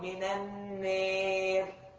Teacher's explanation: من النير، رتبة بين الفتح والياء · Term: الإمالة